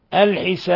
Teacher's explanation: ولا بد من قلقلة الباء لأنها من حروف قطب جد، من حروف قطب جد الخمسة التي تقلقل حالة سكونها.